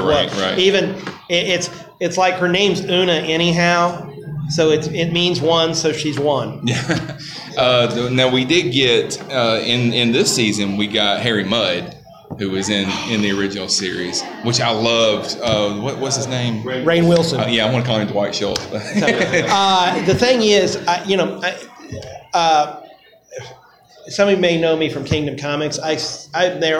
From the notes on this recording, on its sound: Recorded live at Magic City Con in Birmingham, AL.